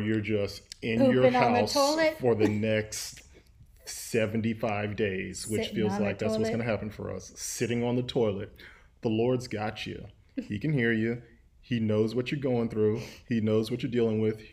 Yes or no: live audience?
no